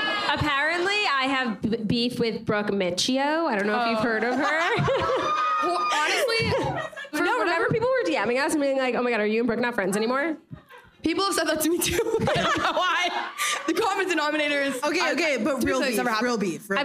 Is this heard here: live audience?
yes